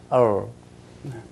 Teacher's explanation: الراء العربية وسط ما بين الحرف الشديد والحرف الرخوة. الراء الغربية رخوة.